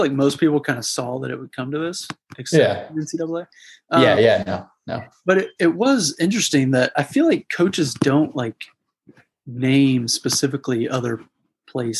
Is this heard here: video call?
yes